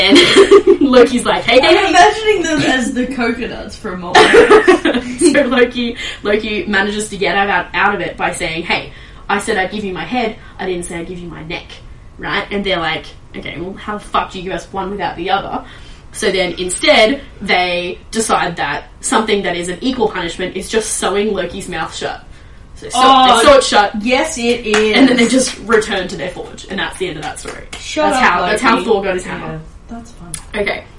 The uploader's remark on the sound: Sorry for the echo audio quality in this episode, we’re trying some new things with recording and not all of them are slam dunks